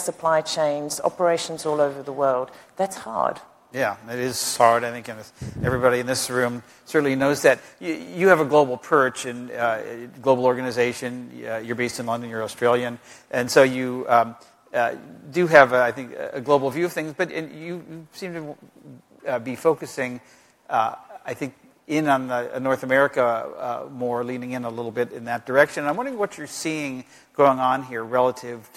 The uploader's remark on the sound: The best of live interviews from GreenBiz events.